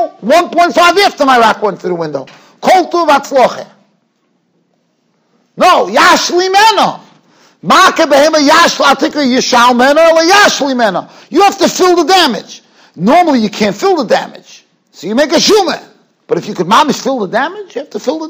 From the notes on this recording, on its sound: Shiur recorded in Yeshivas Ohr Reuven, Monsey, NY.